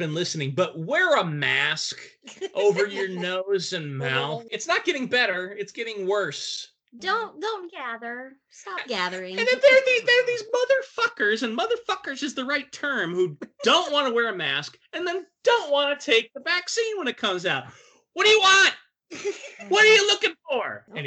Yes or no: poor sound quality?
yes